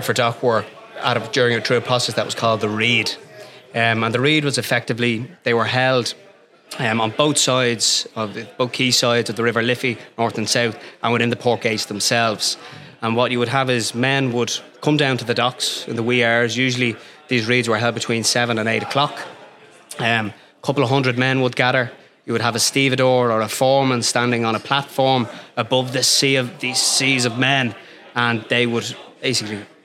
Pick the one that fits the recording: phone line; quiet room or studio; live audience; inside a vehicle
live audience